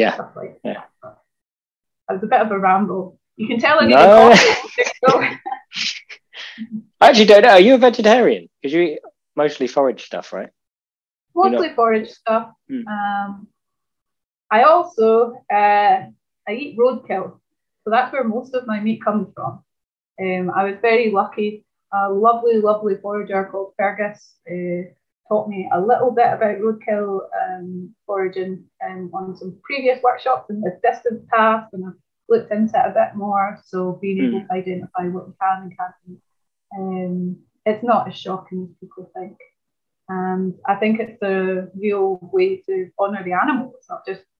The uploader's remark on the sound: Zoom Meeting